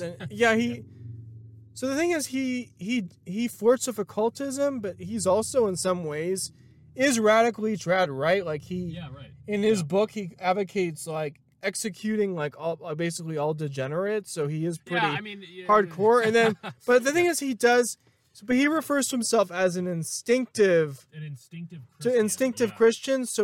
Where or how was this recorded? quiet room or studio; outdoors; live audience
outdoors